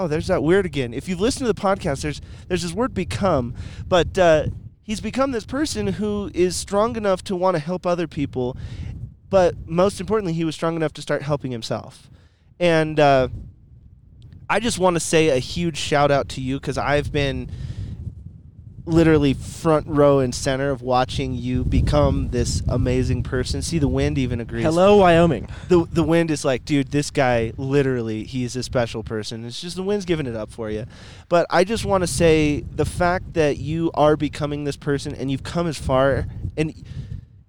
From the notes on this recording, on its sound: I got the chance to sit down in my truck, on the top of a mountain